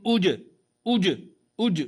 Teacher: سامع صوت الجيم مقلقلة في الابتداء